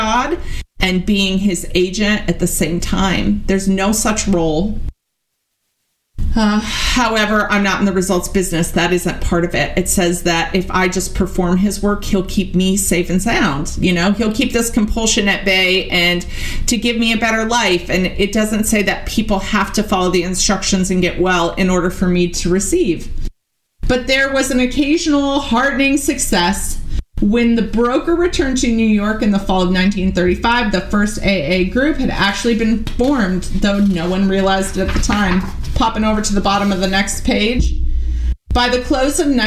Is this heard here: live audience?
no